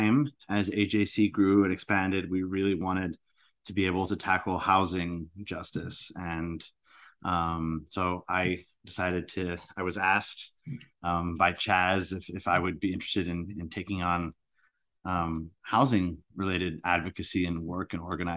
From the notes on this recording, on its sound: This podcast was recorded via Zoom.